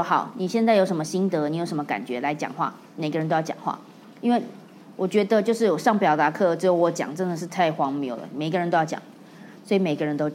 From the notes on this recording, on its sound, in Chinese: 在演講的過程中，發現一群很特別的聽眾，他們問了很多問題，。用一個問題回答了現場觀眾的提問。